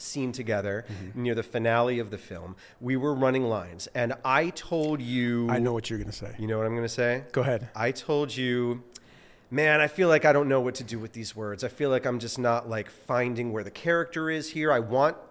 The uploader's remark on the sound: This episode of the Actorsphere Podcast was filmed LIVE FROM THE 2023 CASTING BUFFALO ACTOR EXPO.